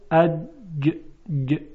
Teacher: در جیم تارهای صوتی ارتعاش دارند. خودتون میتونید این آزمایش رو انجام بدید، انگشتان خودتون رو بگذارید روی حنجره، یعنی روی سیب آدم، اون برآمدگی که زیر گلو هست، و جیم رو تلفظ کنید، اج ج.